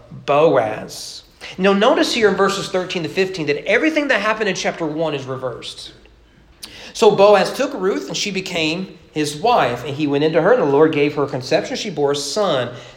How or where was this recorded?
large echoing room